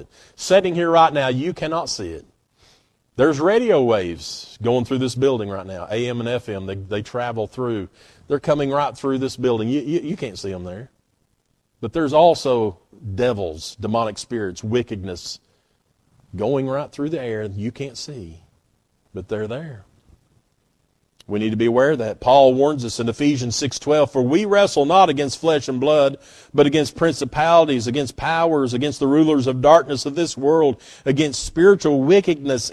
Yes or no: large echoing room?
yes